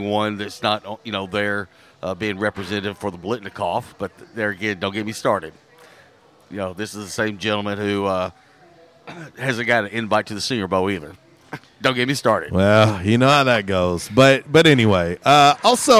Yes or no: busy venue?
yes